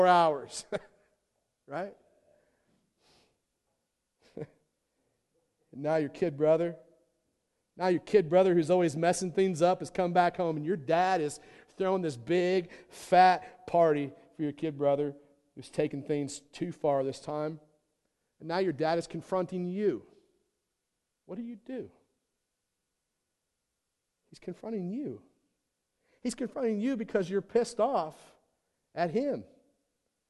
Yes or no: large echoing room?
yes